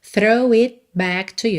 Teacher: Percebe como esse T do it foi realmente só para cortar a vogal I?